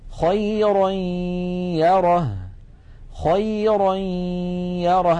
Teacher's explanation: أيضا غنة وياء في آن واحد